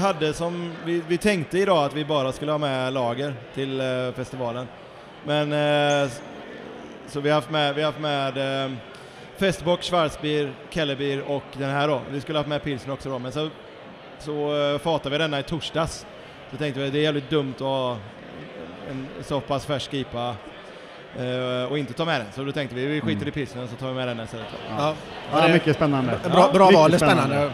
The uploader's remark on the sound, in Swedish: Intervjuer från GSBF. För de som eventuellt missat det så var Hantverksbira på Great Swedish Beer Festival i Malmö i oktober.